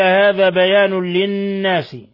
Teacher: تنوين ضم جاء بعده اللام، الحكم التجويدي إضغام بغير غنة